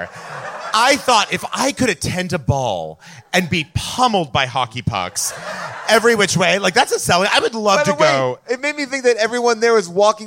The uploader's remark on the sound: LIVE from Largo in Los Angeles.